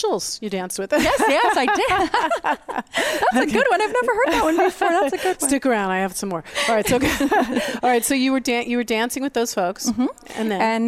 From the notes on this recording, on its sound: We Broadcast Live form the Largest Women's conference in the USA! We will be live for 2 days bringing you all the event action, keynote speakers and VoiceAmerica hosts.